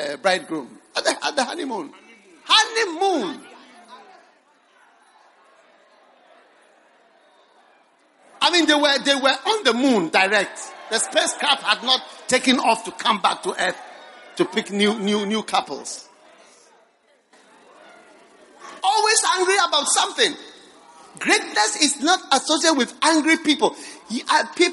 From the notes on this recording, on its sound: Preached at the Gathering Service, First Love Church.